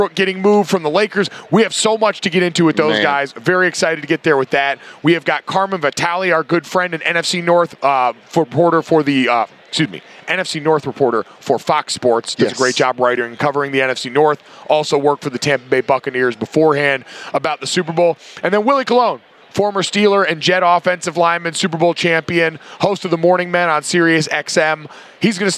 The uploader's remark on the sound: The last day coming LIVE from Radio Row.